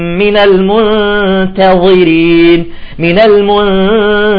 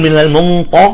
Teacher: منرقق التاء ثم ندخل إلى مباشرة الضاء · Shown in: first take